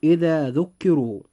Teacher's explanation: كلمة ذكروا بها حرف الراء وقد جاء مضموما، فيجب في هذه الحالة أن يفخم · Term: التفخيم